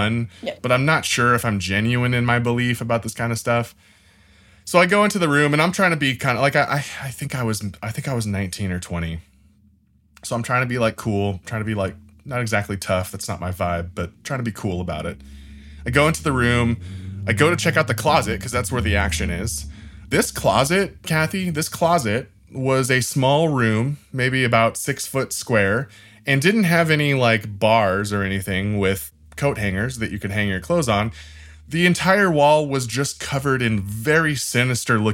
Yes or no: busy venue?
no